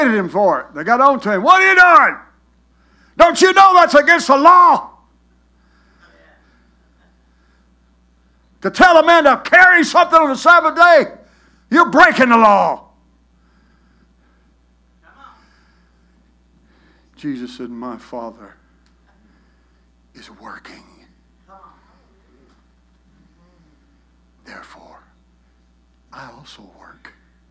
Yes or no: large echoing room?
yes